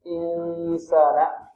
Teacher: نون ساكنة بعدها سين حكمها الإخفاء، ويخرج الطالب الصوت أو أكثر الصوت من الخيشوم